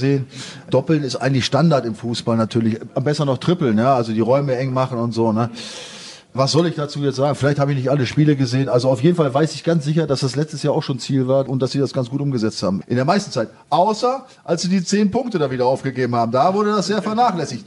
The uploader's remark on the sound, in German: Die zweite Live-Sendung das Podcasts stand auf dem Programm. Kam es fast schon zu tumultartigen Szenen im Publikum.